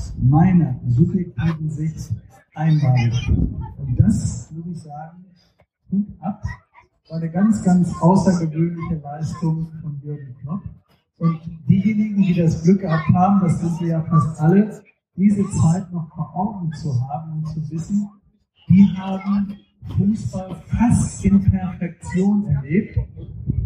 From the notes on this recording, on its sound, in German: Live vom DortBunt Festival. Während wir sonst für gewöhnlich jeder an seinem eigenen Schreibtisch sitzen, um euch Auffe Ohren aufzunehmen, durften wir diesmal live, in Farbe und bunt auf der Bühne der BVB-Fanabteilung platz nehmen. Bitten, die Tonqualität zu entschuldigen.